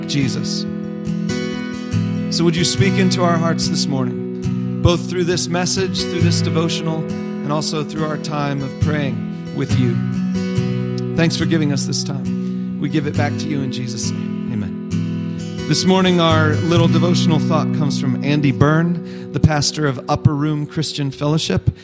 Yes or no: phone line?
no